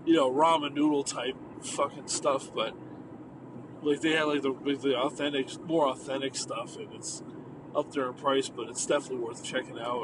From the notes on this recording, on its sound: Just another night in the car on the road